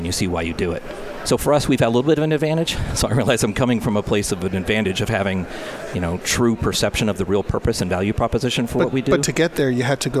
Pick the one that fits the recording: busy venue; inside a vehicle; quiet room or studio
busy venue